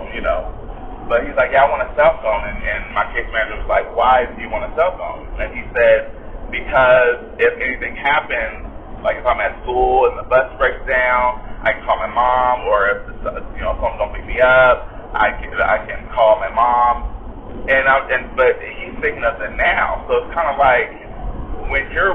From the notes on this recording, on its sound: Bare with me for the Audio was not as good due to where I was.